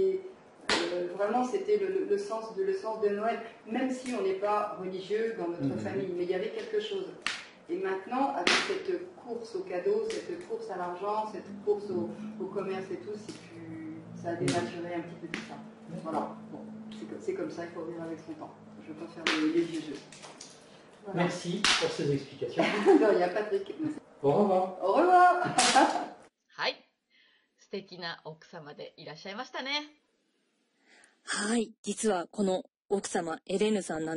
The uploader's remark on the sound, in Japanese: 暖炉の傍での収録で、薪のはじける音もリアルです。